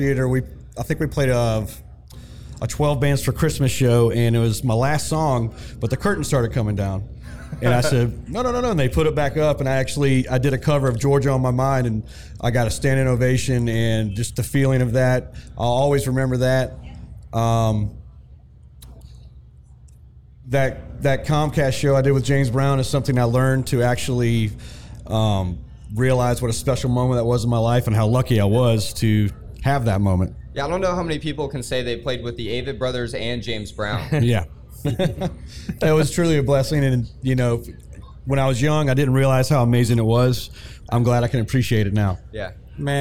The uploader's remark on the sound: Live Collaboration with ALMA Presents at Arts in the Heart. Our first ever live recording! We took the Community Stage at the 2022 (40th Anniversary) Arts in the Heart of Augusta and hosted a LIVE collaboration podcast. We interviewed 4 people in front of a live audience.